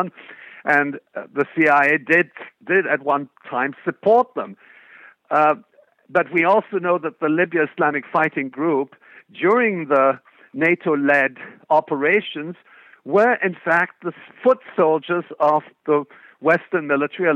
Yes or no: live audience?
no